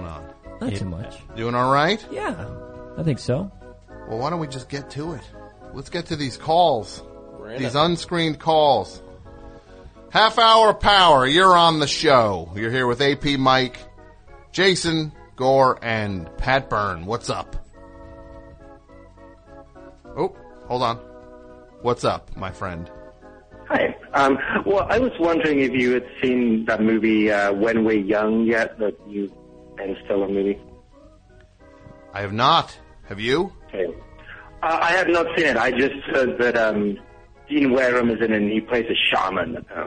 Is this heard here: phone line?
yes